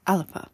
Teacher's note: Now, the word alapa is written alba, but it's not pronounced that way. An extra vowel is inserted to make it more pronounceable. · Term: svarabhakti